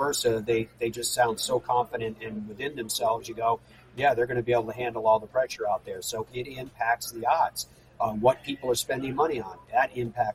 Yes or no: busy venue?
yes